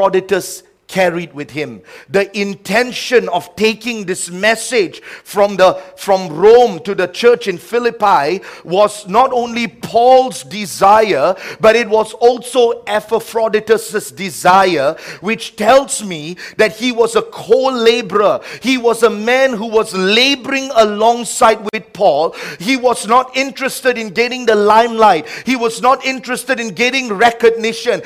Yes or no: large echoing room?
yes